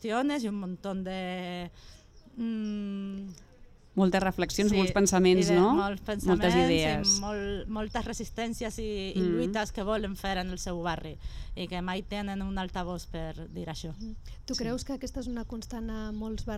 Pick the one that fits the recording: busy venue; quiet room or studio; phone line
busy venue